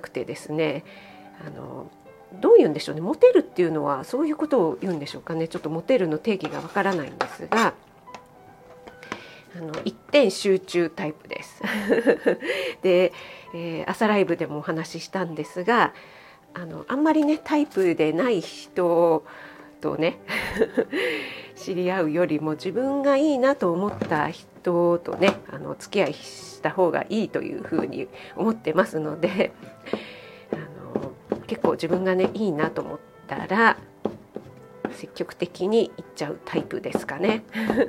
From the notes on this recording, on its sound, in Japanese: 卯の花 作りながら収録してます。